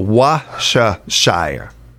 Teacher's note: The most accepted pronunciation in American English is Worcestershire. The key is to drop the R and soften the C.